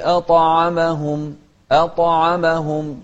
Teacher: الطاء ساكنة وهي مفخمة أيضا ومقلقلة